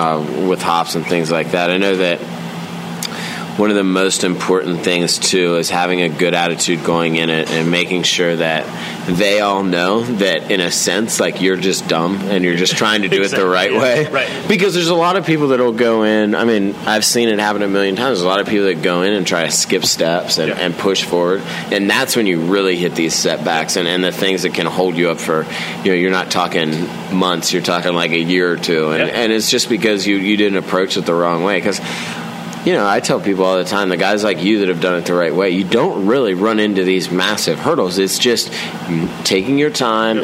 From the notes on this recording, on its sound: On location at Cushwa Brewing Company in Williamsport, MD.